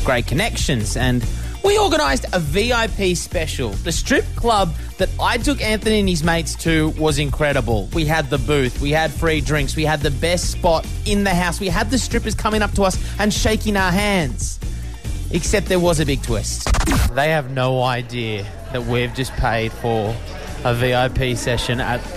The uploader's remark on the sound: We're live from the 2016 Billboard Awards in Las Vegas!